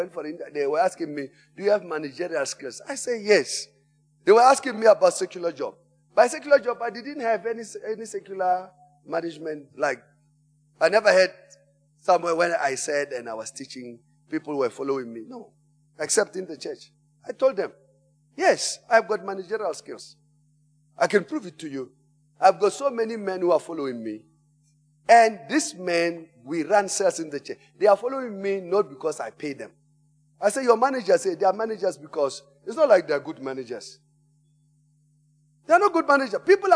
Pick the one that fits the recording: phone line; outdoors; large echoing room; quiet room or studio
large echoing room